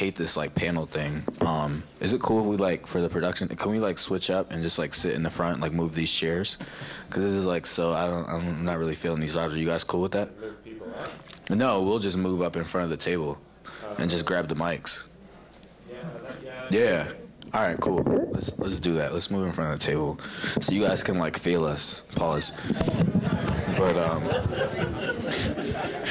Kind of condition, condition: setting, busy venue